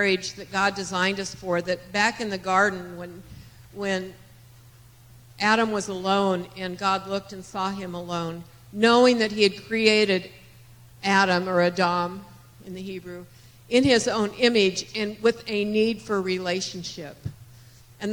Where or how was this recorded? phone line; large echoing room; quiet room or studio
large echoing room